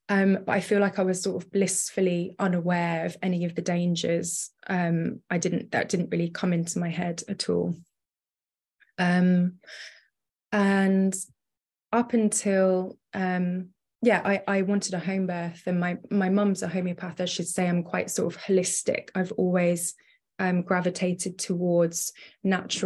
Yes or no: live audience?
no